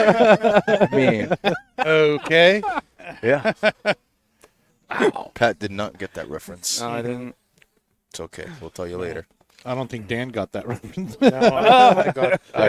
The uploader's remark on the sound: Recorded live from the 7-20-4 Lounge!